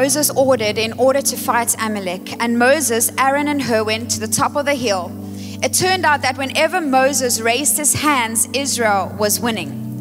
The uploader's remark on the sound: Recorded live on Sunday 9th July the 2023